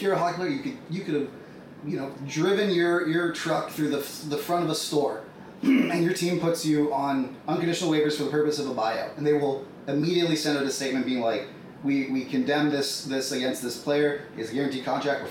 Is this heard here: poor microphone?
yes